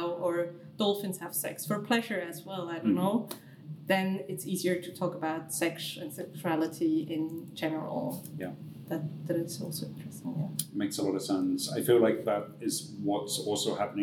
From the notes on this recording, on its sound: During a beautiful, noisy queer festival